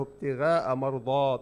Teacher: بقول لك الغين ليش ضعفتها لأنه قلت نفسه ابتغاء مرضات يعني الضاء عطيتها حقها بالتفخيم